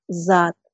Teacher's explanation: С озвончилась в З.